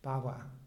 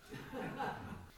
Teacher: So there's a short coming together of the labial, and then there's an aspiration.